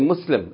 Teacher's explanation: if you stop on that word, you say muslim. You don't pronounce the vowel on the end, the tanween. You just say muslim if it has two dhammas or if it has two kasras.